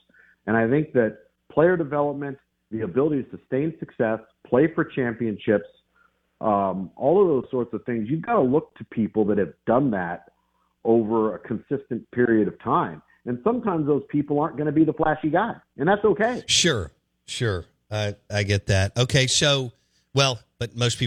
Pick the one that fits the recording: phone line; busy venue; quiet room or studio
phone line